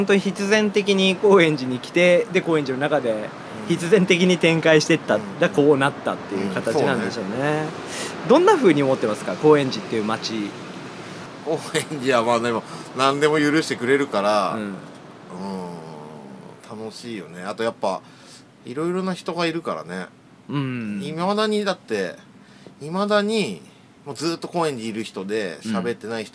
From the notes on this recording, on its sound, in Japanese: 今回は、美味しい蕎麦とお酒が頂けるお店「椿」のテラス席での収録でした。風が気持ち良い。